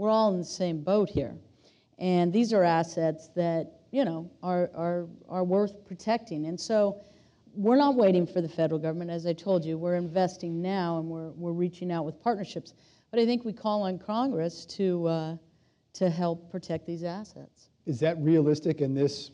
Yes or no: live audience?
yes